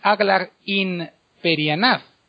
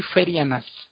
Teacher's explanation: la in pierde la n y la p sufre mutación nasal y se convierte en ph, sonido f · Shown in: second take